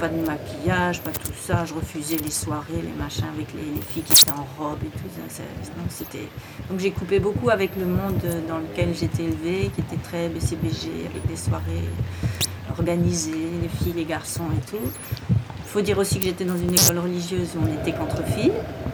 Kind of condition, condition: setting, busy venue